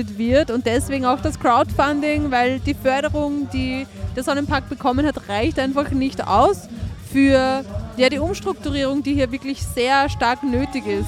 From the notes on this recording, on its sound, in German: Mit Musik im Freien, vielen Besucher:innen ausgezeichneten DJ-Gästen, süffigen Drinks und spektakulärer Beleuchtung startete der Verein LAMES in den ersten CLUBNACH/MITTAG/T der Saison. Das Campus und City Radio war bis 22:00 Uhr dabei und hat die DJ-Set´s direkt von den turntables live gestreamed. Besucher:innen, Vereinsmitglieder und Künstler:innen vor Ort interviewt. Live von den DJ-Decks berichtet und Interviews geführt.